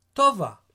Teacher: If you put the accent on the first syllable of the word, this becomes a girl's name in Hebrew.